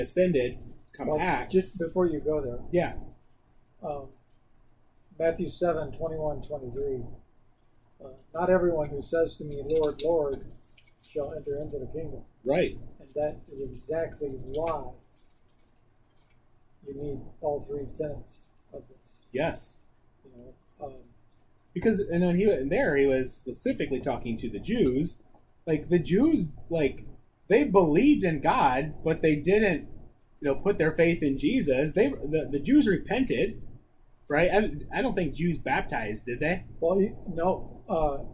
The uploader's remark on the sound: Sorry for the audio quality this week.